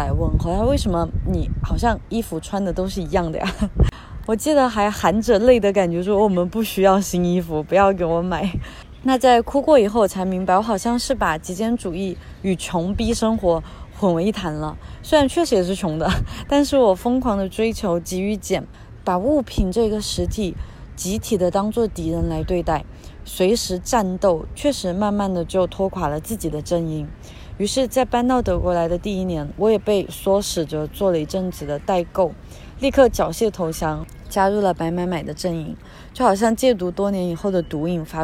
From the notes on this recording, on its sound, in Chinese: 这一期是在里斯本的城市公园录制的，风声比想象中大了一些，在某一部分可能会影响一部分音质。